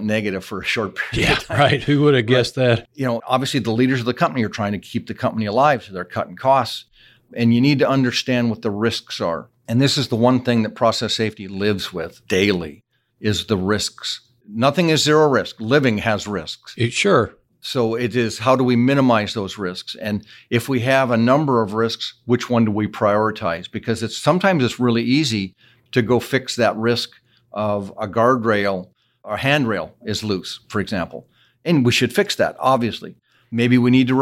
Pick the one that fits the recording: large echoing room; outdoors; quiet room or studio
quiet room or studio